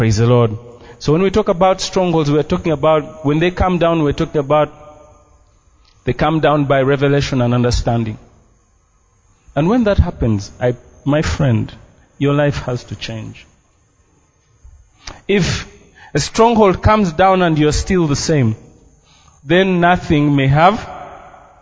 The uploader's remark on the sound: This message is a Live recording from a service at Breakthrough Miracle Life.